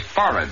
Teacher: accent definitely on the first syllable, and the H is not pronounced